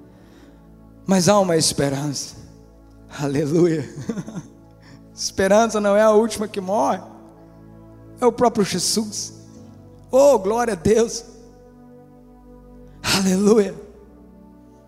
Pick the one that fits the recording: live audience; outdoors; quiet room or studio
live audience